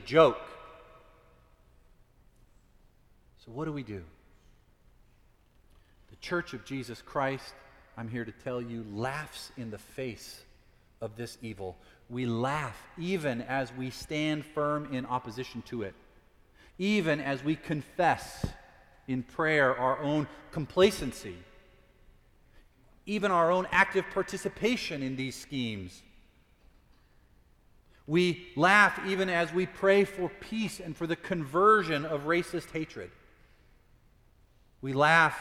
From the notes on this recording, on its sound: Preached at Fourth Presbyterian Church.